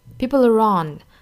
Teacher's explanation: 那 people 和 are 之间连读成 peopler, people 尾音的这个舌侧音 l 和后面元音放在一起呢，那这个 dark l 的音的话呢就要变成一个 l, light l, 从 l 变成了 l, peopler。那这个元音呢和后面 on 放在一起又要有一个连读，就是 people are on 加一个小小的 r 的发音